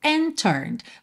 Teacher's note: Você não ouviu nada do D, do and, porque já juntou no T de turned, ok?